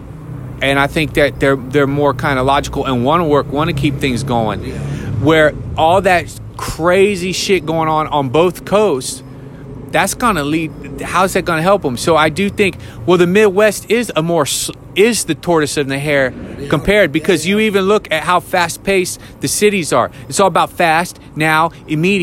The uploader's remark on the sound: Comics talking shop at Wileys comedy club